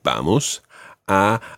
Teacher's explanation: Vamos, the stress on the first syllable